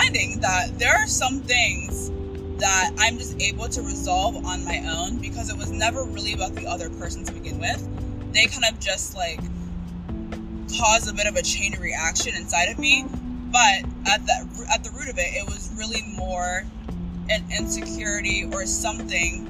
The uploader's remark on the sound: CarTalk. This episode and the next one have some background noise. I don't script or re-record episodes.